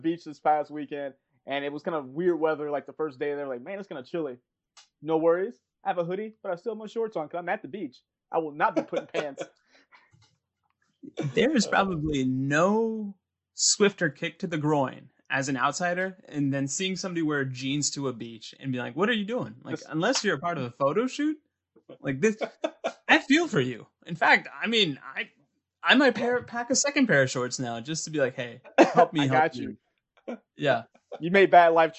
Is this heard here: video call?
yes